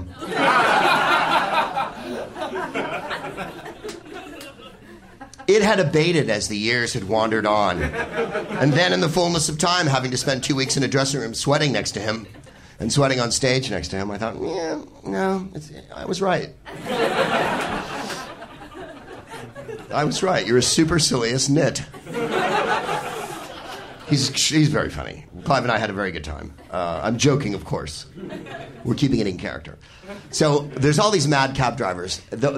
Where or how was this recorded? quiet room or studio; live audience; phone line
live audience